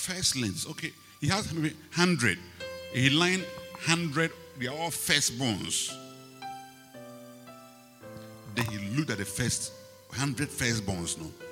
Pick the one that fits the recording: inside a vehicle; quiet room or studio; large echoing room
large echoing room